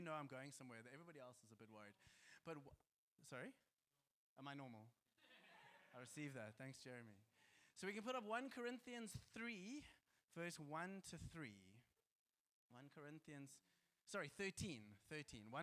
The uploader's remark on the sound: Joshua Generation Church Milnerton congregation